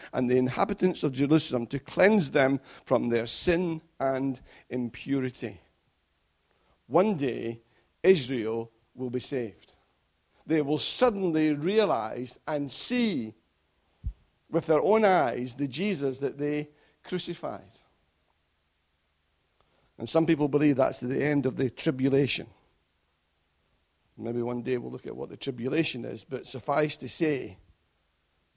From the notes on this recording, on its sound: Recorded at freedomcentre church, Preston on Sunday 21st February 2016